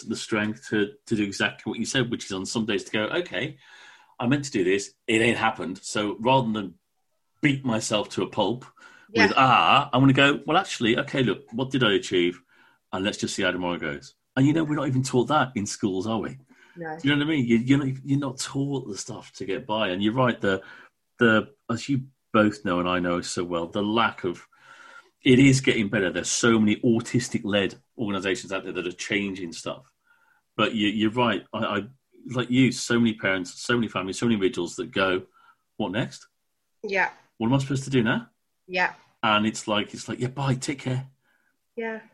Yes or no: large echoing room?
no